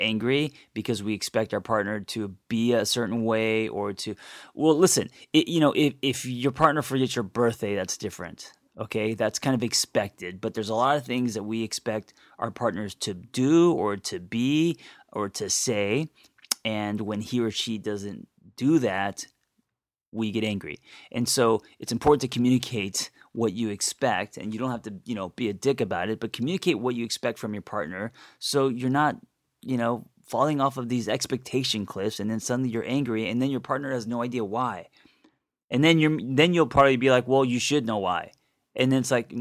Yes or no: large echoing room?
no